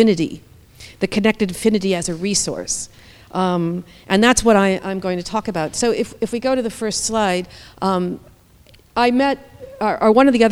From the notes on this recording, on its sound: Took place on 6th March 2018 at LADA. This is an audio recording of the event.